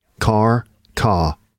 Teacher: it's the bending of the R backwards · Term: retroflexive R